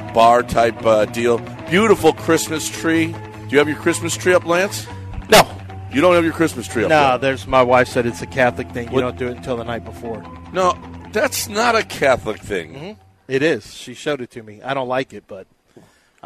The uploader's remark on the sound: LIVE from East River 9!